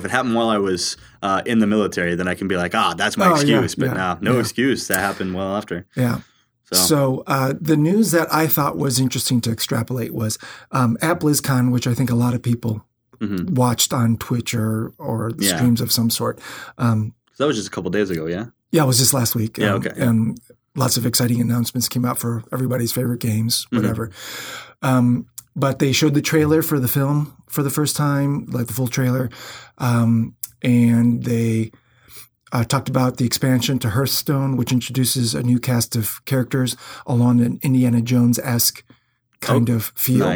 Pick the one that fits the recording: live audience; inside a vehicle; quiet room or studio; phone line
quiet room or studio